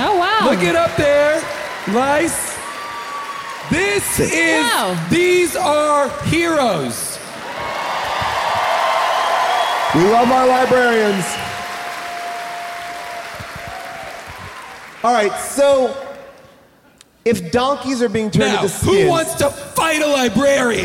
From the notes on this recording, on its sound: Live from The Chicago Theater